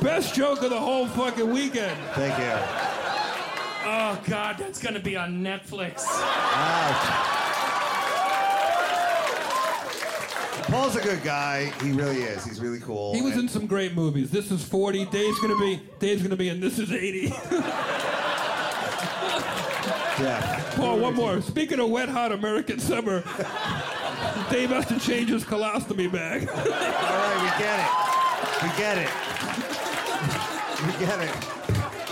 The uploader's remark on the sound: in the crowd of Bumping Mics